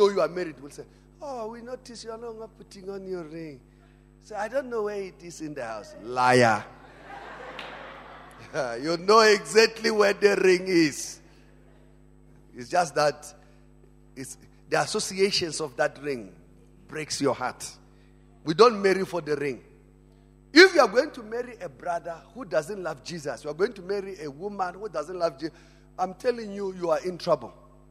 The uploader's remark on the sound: Family Conference 2018. Preached at Emmanuel Christian Church, Arcadia Campus.